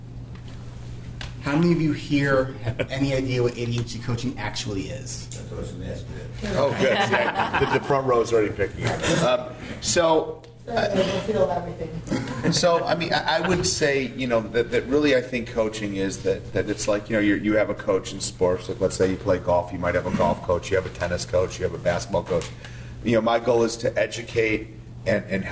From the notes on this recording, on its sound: At my local CHADD chapter (), we hosted a panel of experts and in this episode, you will hear the Q&A from this panel session. Live Panel of ADHD Experts.